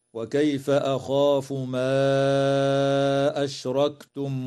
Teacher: مد منفصل في قوله تعالى: ما أشركتم، يمد بمقدار 4 أو 5 حركات